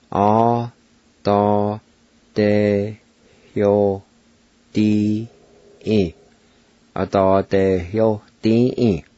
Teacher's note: right between the A and the D, there is kind of an H sound